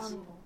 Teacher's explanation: the H in 1611 English and in the British accent, the H is silent